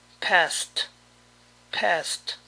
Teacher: Para todo verbo regular que termina con el sonido S, la terminación ED suena T.